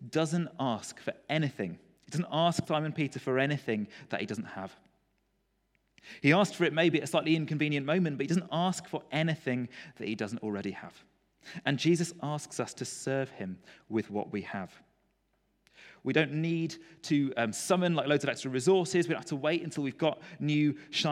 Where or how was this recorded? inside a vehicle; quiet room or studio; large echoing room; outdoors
large echoing room